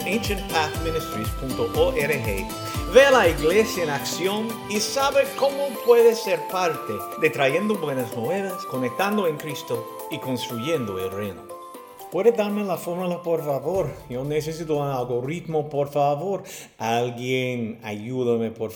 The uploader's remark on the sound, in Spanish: Terminamos nuestra visita con la Iglesia Bautista Pine Forest de Hallsville, TX